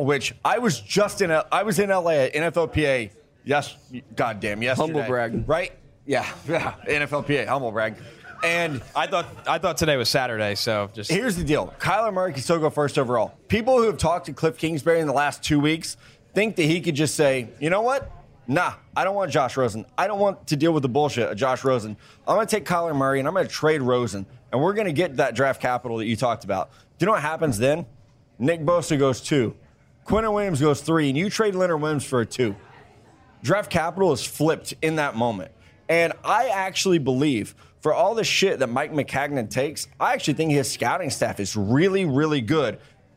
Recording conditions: busy venue